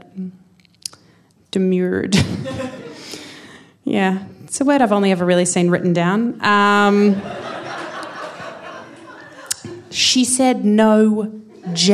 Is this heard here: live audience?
yes